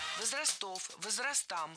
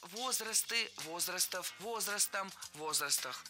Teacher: Правильно, возрасты, возрастов, возрастам, возрастах. Во всех формах сохраняем ударение на первом слоге · Shown in: second take